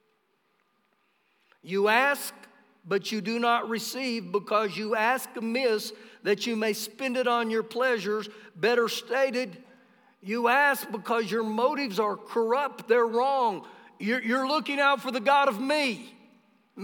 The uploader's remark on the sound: Recorded live during our Sunday morning service